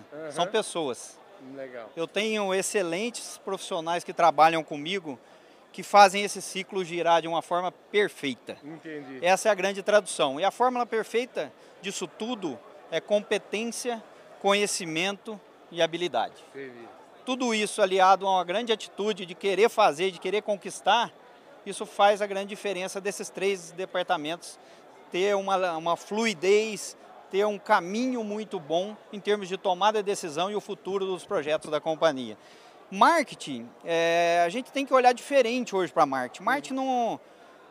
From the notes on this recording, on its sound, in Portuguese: Prosa na prateleira de cima gravada durante o Congresso Nacional Andav.